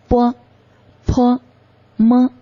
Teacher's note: 闭的，阻塞气流而形成的音叫做双唇音。比如说波、坡、摸，最主要的部位就是靠我们的上下唇来完成